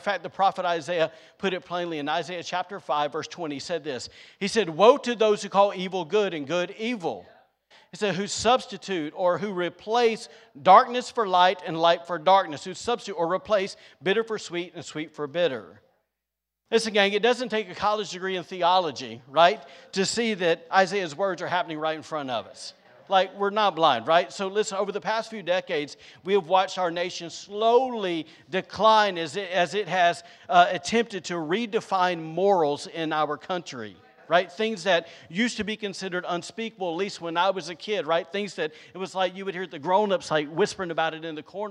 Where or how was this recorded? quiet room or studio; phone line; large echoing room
large echoing room